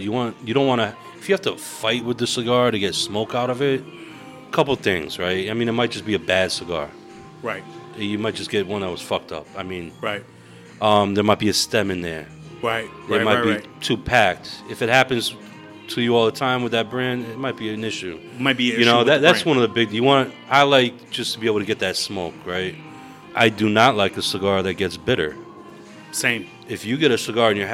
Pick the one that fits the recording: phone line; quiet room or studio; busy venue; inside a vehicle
busy venue